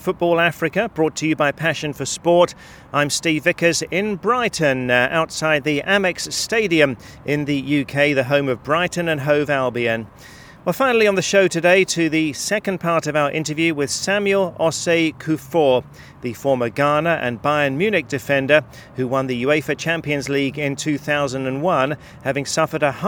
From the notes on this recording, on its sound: This week’s show comes to you from the Amex Stadium in Brighton in the UK.